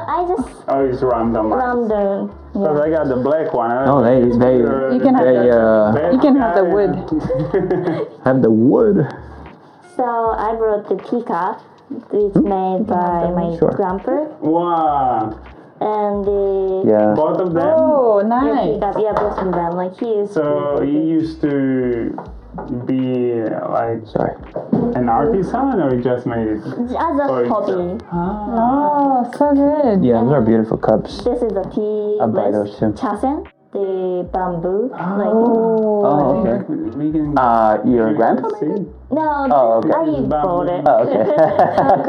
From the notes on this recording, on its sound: Sorry about the audio issues guys!!